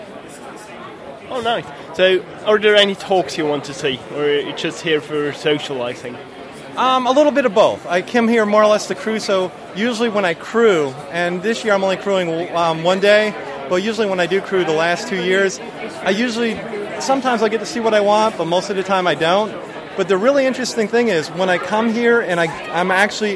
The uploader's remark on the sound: Tech and Coffee at OggCamp